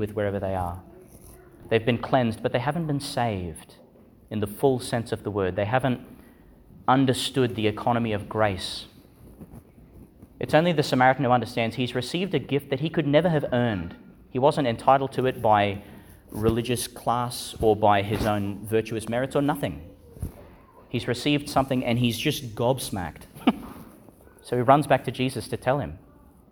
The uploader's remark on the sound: Homily for the Twenty-eighth Sunday in Ordinary Time, delivered in Our Lady Star of the Sea Church, Gladstone, Qld.